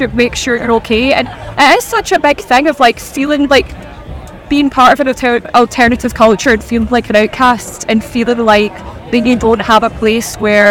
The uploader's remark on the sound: From our 'Live from 2000 Trees 2023' series.